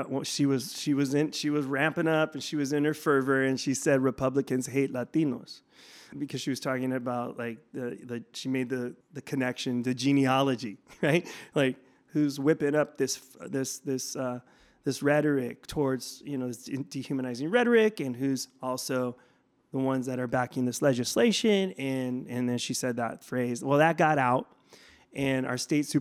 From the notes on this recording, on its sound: We spoke with him at the 2023 White Privilege Conference in Mesa, Arizona.